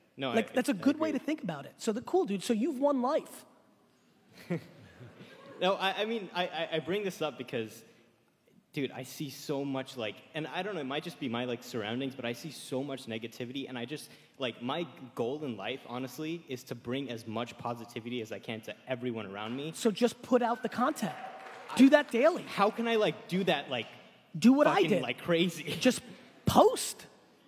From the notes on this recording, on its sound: 2019 Keynote at USC. I was so excited and humbled that so many of the USC community came out to hear me speak.